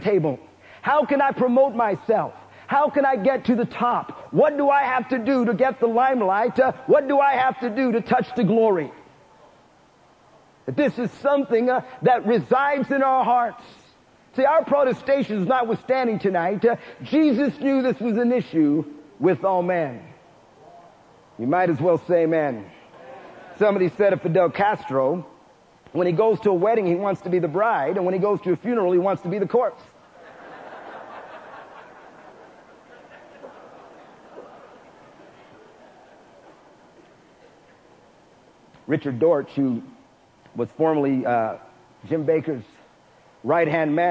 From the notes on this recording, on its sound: Preached in Prescott Winter Conf.